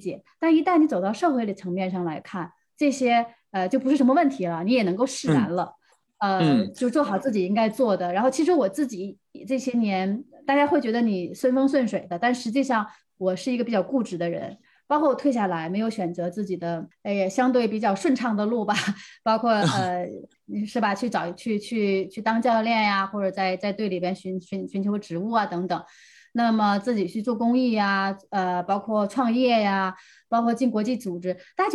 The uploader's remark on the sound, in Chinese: 本期节目的录制是用某会议软件录制的，音质不会像使用专业的设备那样清晰。